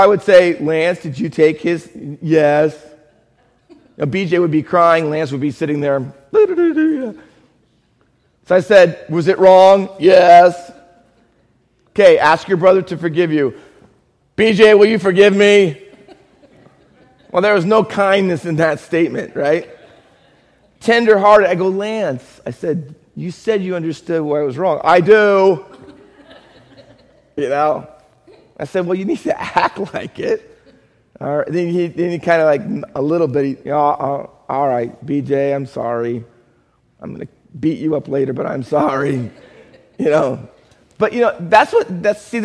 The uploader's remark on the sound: Faith Baptist Church in Hamilton, NJ.